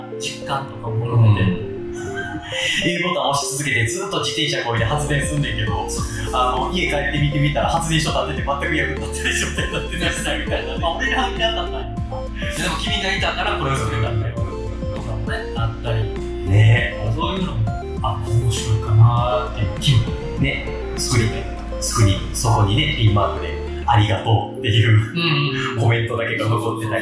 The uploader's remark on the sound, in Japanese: 録音環境が騒がしく編集・調整しておりますが、少し聞きずらい所がございます。